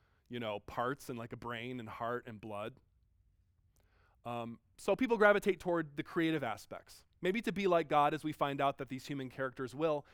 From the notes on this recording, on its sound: Delivered at George Fox University on 14 January 2019.